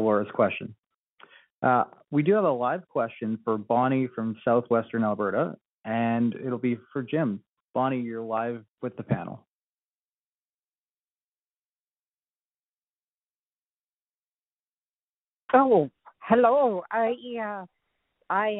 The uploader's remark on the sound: Calgary Telephone Town Hall.